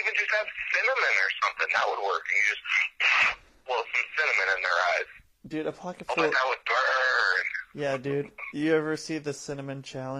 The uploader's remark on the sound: This is a call in from Spokane Washington